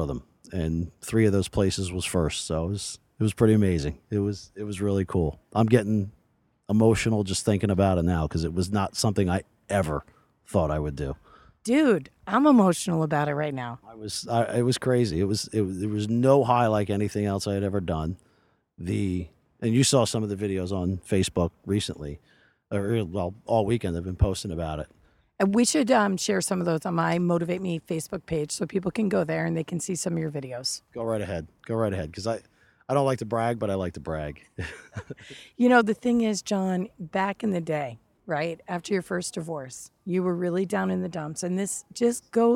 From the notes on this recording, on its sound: Live from the Road. On the grounds of a Disney resort.